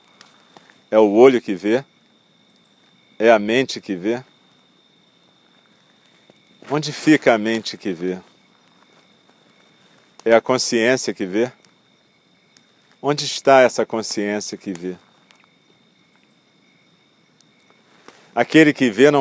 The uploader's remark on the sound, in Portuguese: Meditação do espaço aberto, realizada ao ar livre, de noite, em volta da fogueira (é esse o crepitar que se escuta na gravação).